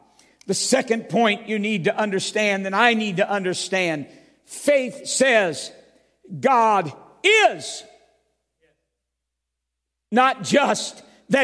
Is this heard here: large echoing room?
yes